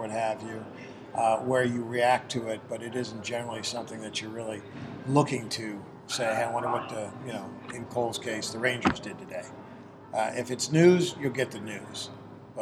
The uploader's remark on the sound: recorded around a piano at the Gaylord Opryland Hotel